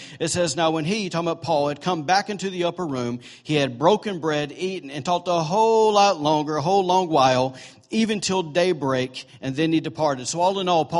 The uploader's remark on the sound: was recorded on Sunday, December 10, 2017, during morning service at Celebration Life Family Church.